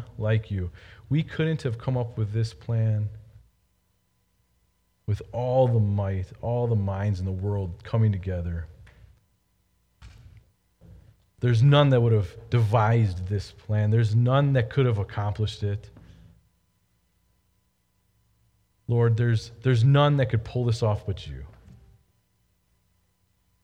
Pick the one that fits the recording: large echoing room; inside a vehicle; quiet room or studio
large echoing room